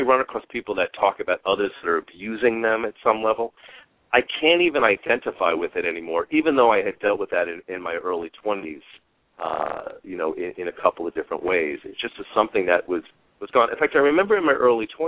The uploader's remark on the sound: Callers may call in 20 minutes into the live show with questions or comments. We will also open the phone lines earlier for questions and comments.